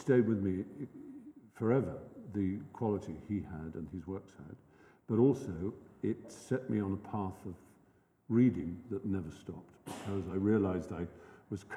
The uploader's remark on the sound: lecture at the University followed by Q&A